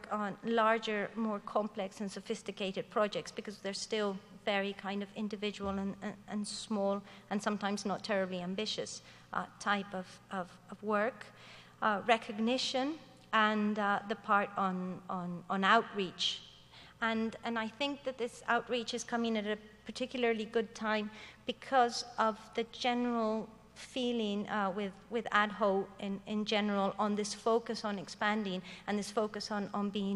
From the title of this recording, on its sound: Digital Humanities 2013 Closing Keynote